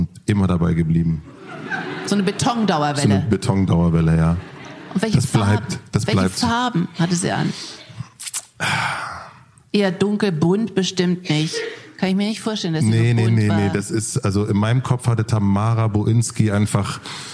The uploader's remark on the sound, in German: Wir haben uns live in München vor Publikum unterhalten.